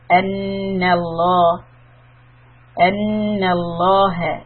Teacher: The last jalal alam here will be heavy.